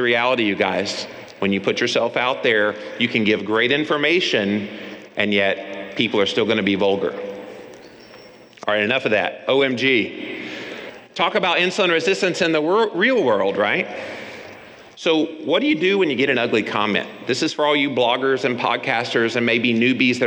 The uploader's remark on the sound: the audio of two recent lectures